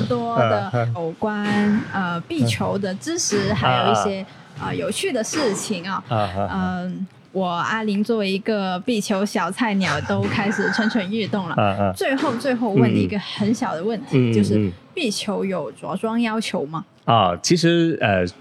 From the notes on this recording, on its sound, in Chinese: 位于佛山地区的番茄壁球会。由于本期节目为户外采访，收录时球场环境噪音较大。